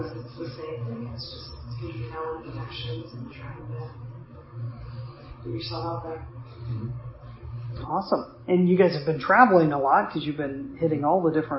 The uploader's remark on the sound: While, in certain spots, this episode is difficult to hear. After finishing up, I realized that my microphone was not fully plugged in to my recording device. What we ended up with was subpar audio.